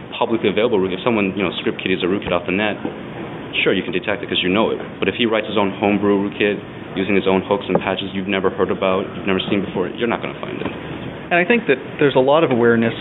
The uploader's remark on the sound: The interview was recorded at BSDCan in Ottawa.